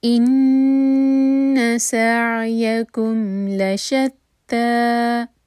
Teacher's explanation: ان نون پر غنہ تو 2 سیکنڈس کا ٹائم دیں گے، نون کو ہولڈ کریں گے. ان سعیکم، عین پر تھوڑا سا ٹائم زیادہ تاکہ عین پر جھٹکا نہ آئے.